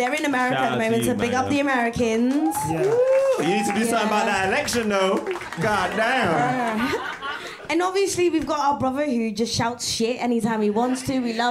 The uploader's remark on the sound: This is a live recording from our #QuickStopLive event following the 2022 Abu Dhabi GP.